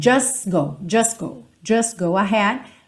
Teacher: A gente tem tipicamente essa omissão do T